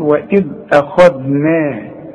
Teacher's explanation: الخاء مفخمة، الذال مرققة، النون كمان مرققة